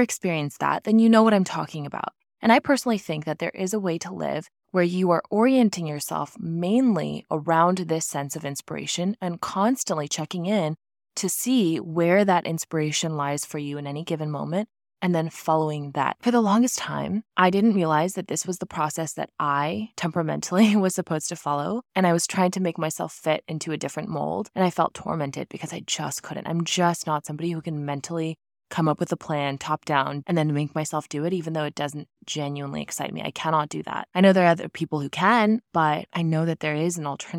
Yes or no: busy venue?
no